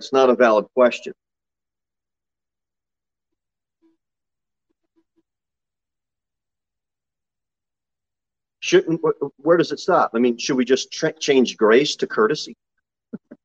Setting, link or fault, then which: setting, large echoing room